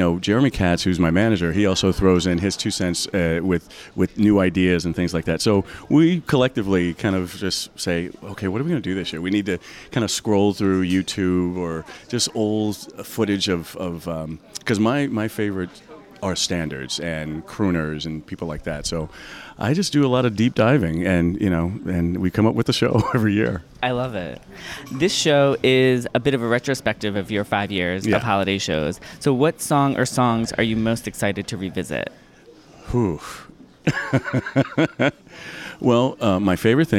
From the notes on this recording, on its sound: Interview at Feinstein's/54 Below. Live from Feinstein's/54 Below press day.